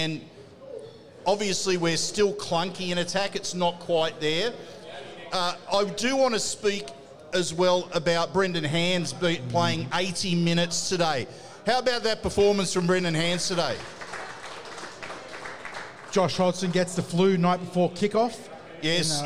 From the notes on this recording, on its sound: The Tip Sheet is live from Jacks Bar & Grill.